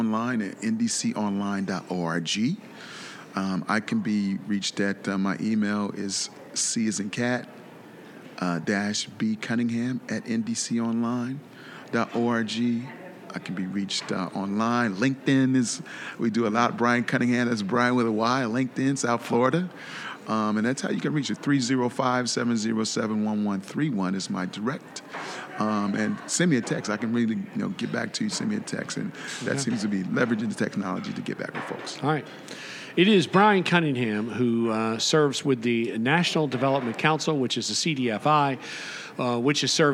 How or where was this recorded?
busy venue